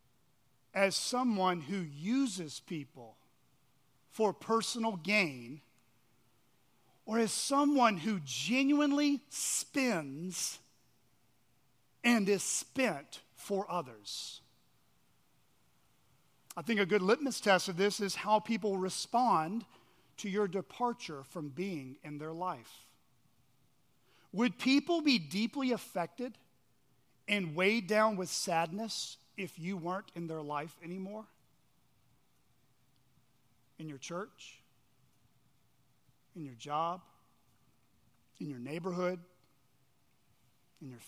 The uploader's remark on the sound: at Chaffee Crossing Baptist Church in Barling, AR.